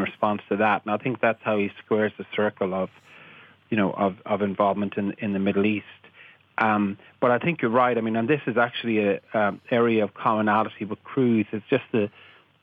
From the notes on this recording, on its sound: Joins us on the line from Washington. Is joined in studio by Religious Affairs correspondent.